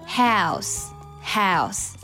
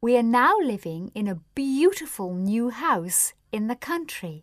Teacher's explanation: 而英式的发音呢会比较内敛，发 OU 这个音的时候呢它读作 O，非常细微的差别 · Shown in: second take · ，但确实不太一样。